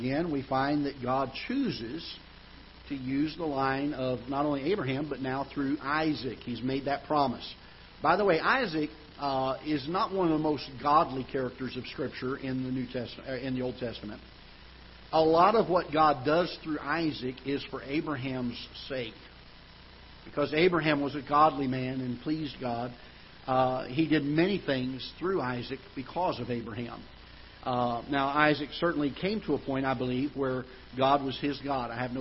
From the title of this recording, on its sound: Ketha Heights Baptist Church ~ Live Broadcast